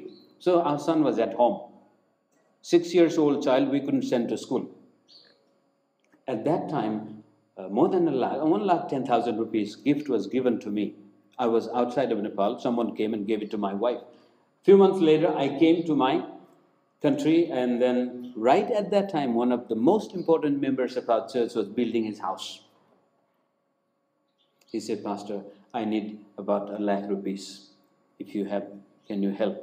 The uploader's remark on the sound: preached in Hope Church, Guwahati on January 17, 2021